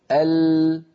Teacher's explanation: فلما يصل الصوت إلى منطقة اللام ينحرف بعضه عن يمين اللسان وبعضه عن يسار